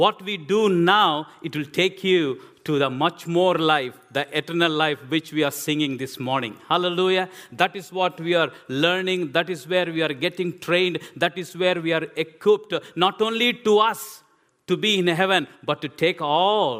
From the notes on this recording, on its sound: This sermon was recorded on Sunday 16th April 2023 at our Putnoe venue.